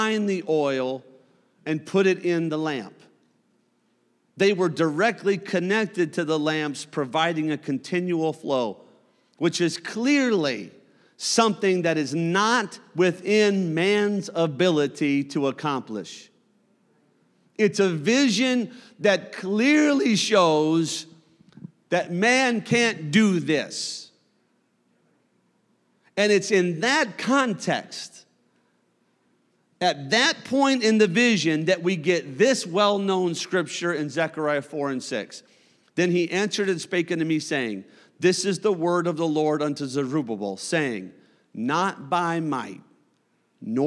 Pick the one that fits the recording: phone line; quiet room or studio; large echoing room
large echoing room